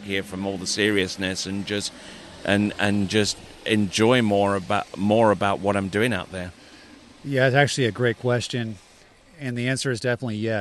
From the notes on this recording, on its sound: This was recorded at the recent Syndicate Hilltop Pro-Am Slalom Tournament.